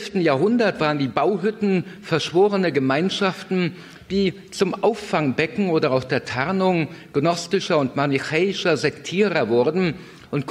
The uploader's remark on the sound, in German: Vortrag, der bei einer Veranstaltung von KIRCHE IN NOT in Kevelaer aufgezeichnet wurde